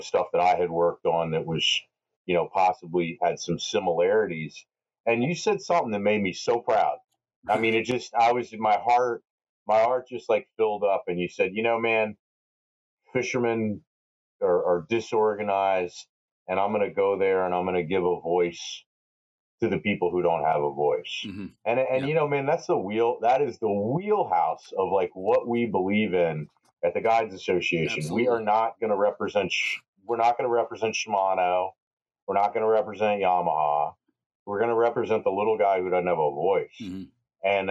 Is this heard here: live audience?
no